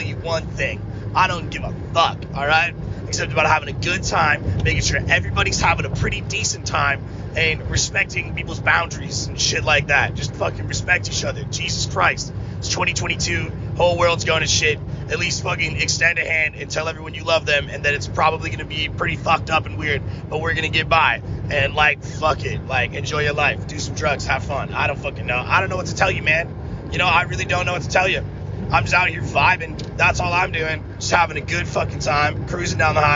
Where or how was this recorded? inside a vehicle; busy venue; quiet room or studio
inside a vehicle